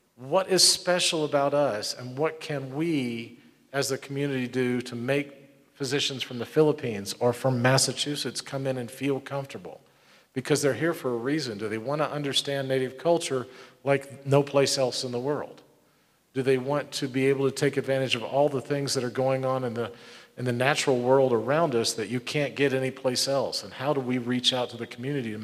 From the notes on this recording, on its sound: Here is audio from the May 8, 2022 town hall. A Gallup area community health group.